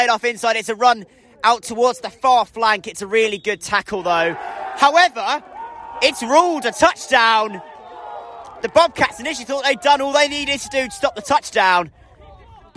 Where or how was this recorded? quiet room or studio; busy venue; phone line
busy venue